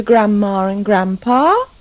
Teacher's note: Don't pronounce the D in grandparents, grandpa and grandma.